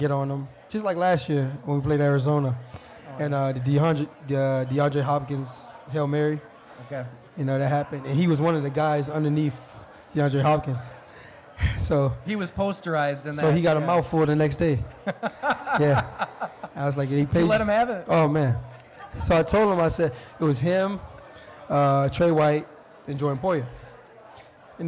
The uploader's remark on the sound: We record live from Mister’s Bar & Lanes in East Aurora, N.Y., and it’s a rollicking affair. Everyone who came on out to pack Mister’s.